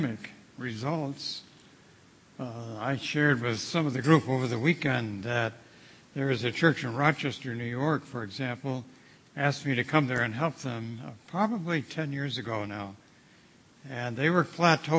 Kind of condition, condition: setting, large echoing room